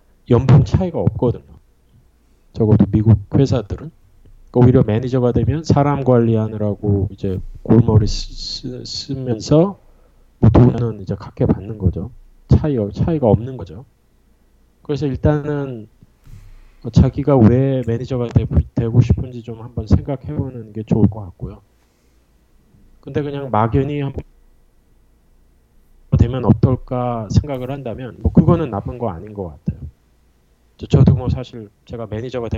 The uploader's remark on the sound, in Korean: 방송 초반에 음질이 고르지 못한 점 사과드립니다.